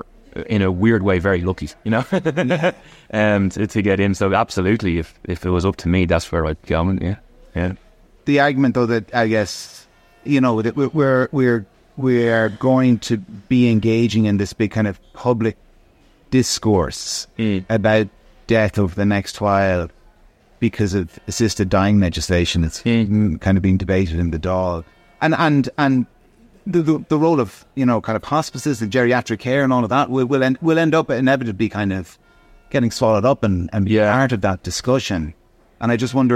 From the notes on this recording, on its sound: In Bewley’s on Grafton Street supporting Bewley’s Big Coffee Morning Social for Hospice.